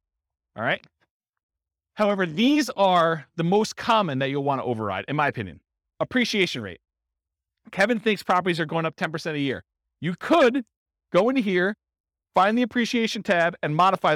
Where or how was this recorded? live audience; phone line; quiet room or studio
live audience